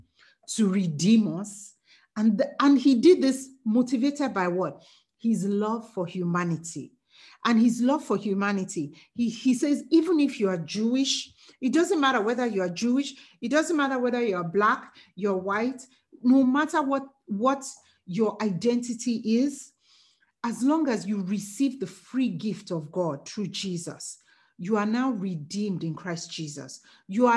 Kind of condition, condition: link, video call